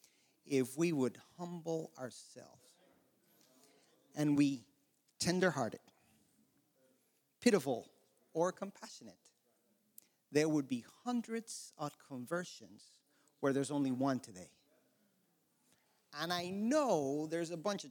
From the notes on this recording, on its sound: An ACM Panel presentation on Mental Health, Suicide, and Bereavement Support, given at the 2022 NAD Ministerial CALLED Convention.